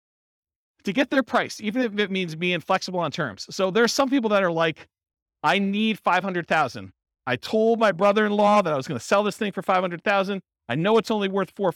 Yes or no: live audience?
yes